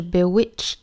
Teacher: 应该是轻辅音 t 作为尾音，但是后面的这个 me 放在一起，因为 me 也是辅音打头，所以两个辅音碰撞在一起，我们做省前留后， You've bewitched me,相当于这个 t 的音呢不见了。 You've bewitched me, body